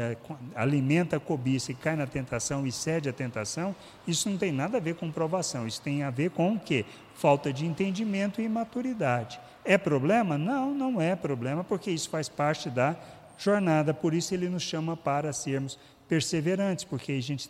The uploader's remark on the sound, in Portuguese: Culto semanal de exposição Bíblica. Gravado em 11/12/2019 na Igreja Sal da Terra - Manifesto, em Uberlândia-MG.